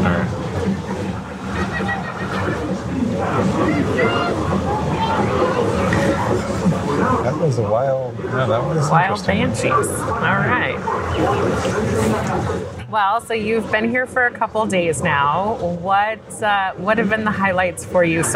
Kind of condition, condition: setting, busy venue